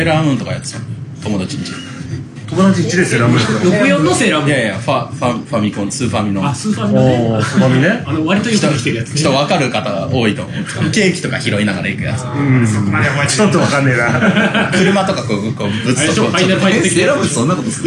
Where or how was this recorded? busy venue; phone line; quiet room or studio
busy venue